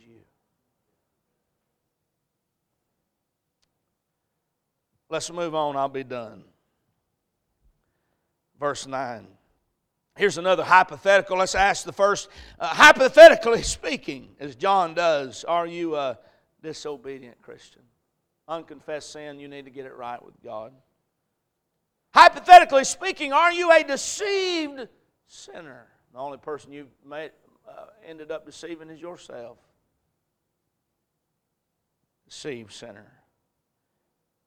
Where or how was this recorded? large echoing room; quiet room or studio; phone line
large echoing room